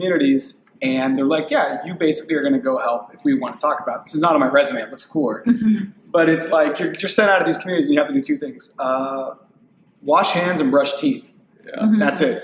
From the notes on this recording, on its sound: This episode was recorded in their warehouse office and so the audio has a little echo and there's also some background work going on.